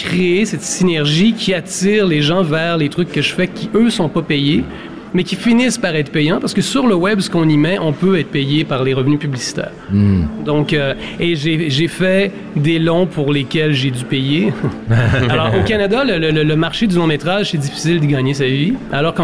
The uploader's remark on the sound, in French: Émission spéciale Fête du Court Métrage en direct du Carreau du Temple à Paris. Réaliser en direct durant 3 jours un court métrage sur les lieux même de la fête !